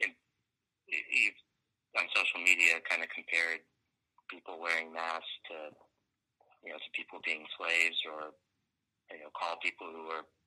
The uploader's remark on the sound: over the phone